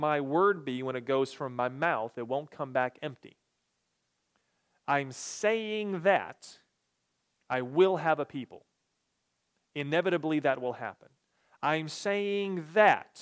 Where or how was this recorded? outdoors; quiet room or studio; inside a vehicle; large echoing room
large echoing room